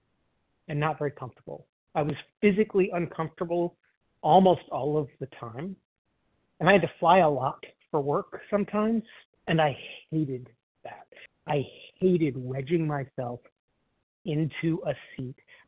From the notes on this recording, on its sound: 100 Pounders Phone Meeting